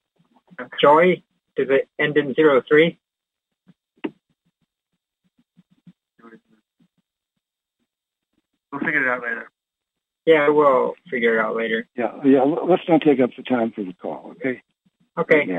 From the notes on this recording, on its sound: Conference Call LIVE.